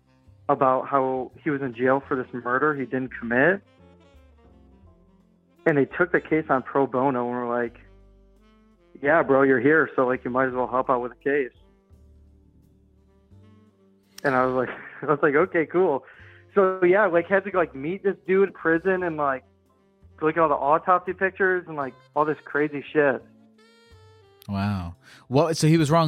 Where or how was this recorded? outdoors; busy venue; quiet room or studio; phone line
phone line